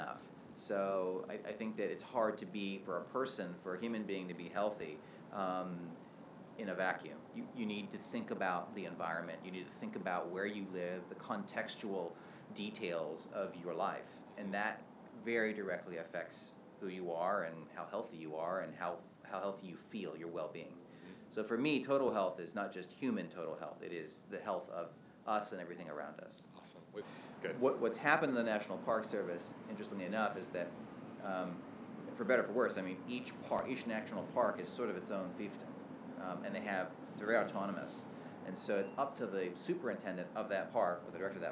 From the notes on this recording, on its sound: this is my first park podcast.